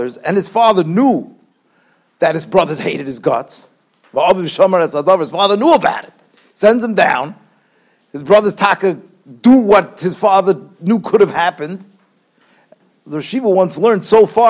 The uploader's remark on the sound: Shiur recorded in Yeshivas Ohr Reuven, Monsey, NY.